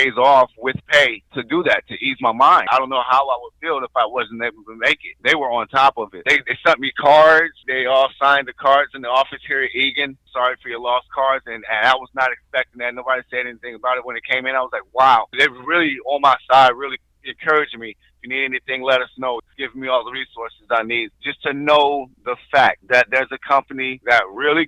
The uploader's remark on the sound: phone call